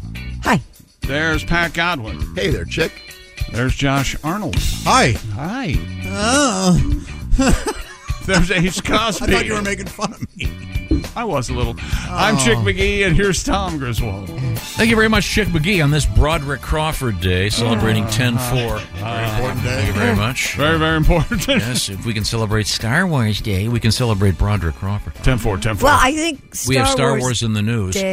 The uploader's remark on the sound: on the phone